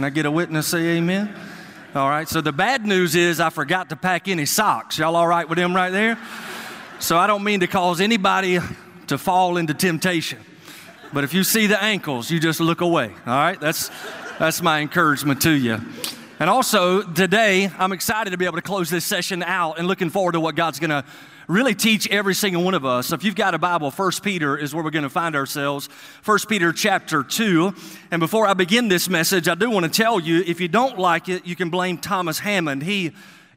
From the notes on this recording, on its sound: a sermon he preached at Go Georgia 2019